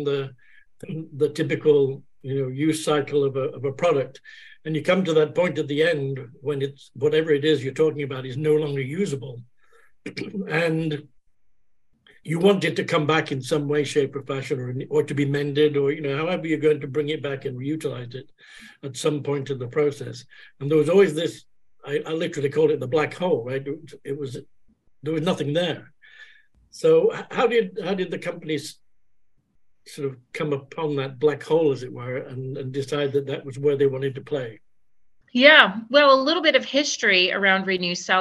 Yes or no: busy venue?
no